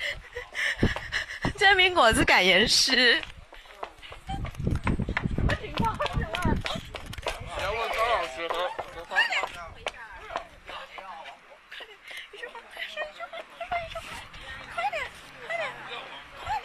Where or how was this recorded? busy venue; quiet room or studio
busy venue